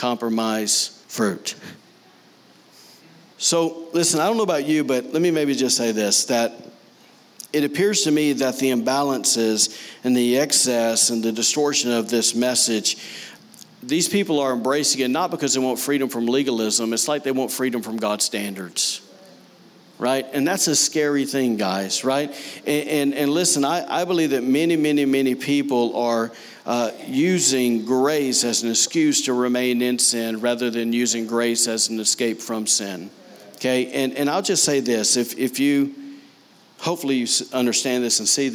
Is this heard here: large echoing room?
yes